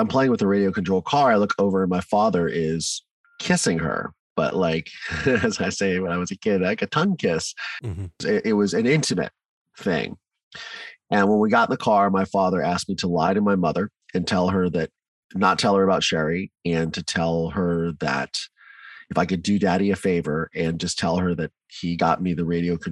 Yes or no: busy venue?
no